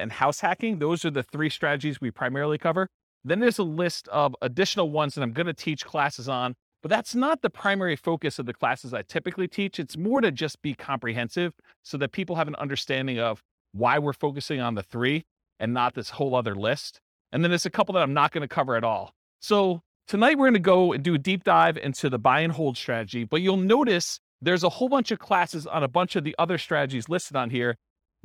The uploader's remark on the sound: This was a live class recorded